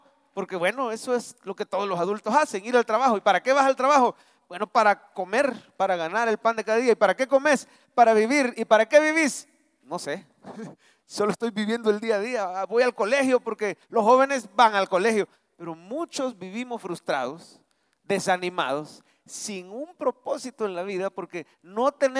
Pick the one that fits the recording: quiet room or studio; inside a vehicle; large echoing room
large echoing room